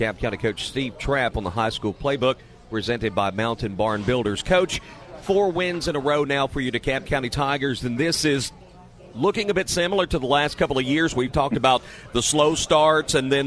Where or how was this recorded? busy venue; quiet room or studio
busy venue